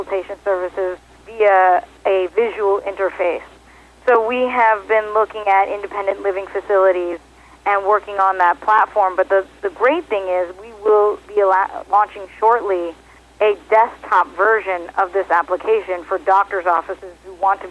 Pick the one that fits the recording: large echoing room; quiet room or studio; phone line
phone line